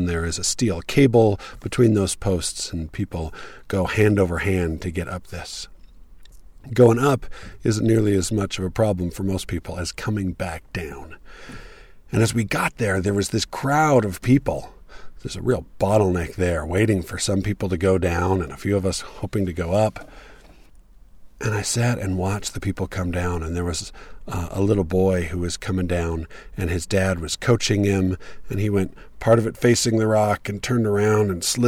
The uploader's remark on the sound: This was recorded sitting in my car at a trailhead in Moab, Utah. Something was a little wonky with the recorder (although it is probably more likely to be user error), so it sounds blown-out in parts when I get too enthusiastic.